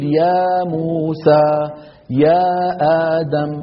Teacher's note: فلما أنت بتقول يا موسى يا آدم، نفس يا آدم يا موسى، لما جاءت الهمزة بعد حرف المد في آدم لم تؤثر هذه الهمزة عندما انقصر المنفصل، لم تؤثر عندما فإذا وجود الهمزة كعدمها عندما انقصر المنفصل، فيسمون هذا الطول القصر، لذلك ما بيعتبروا مد.